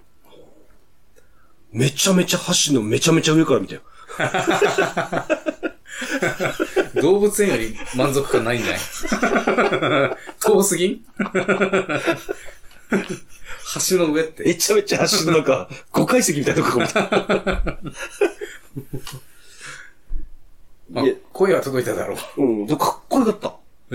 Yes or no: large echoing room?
no